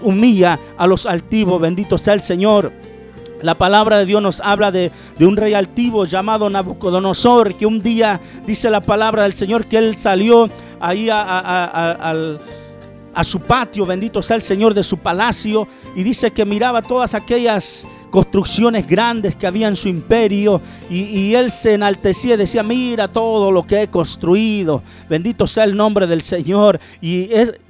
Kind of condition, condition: setting, large echoing room